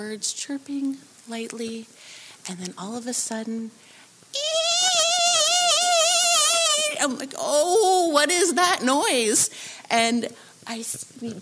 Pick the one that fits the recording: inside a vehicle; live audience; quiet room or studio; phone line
live audience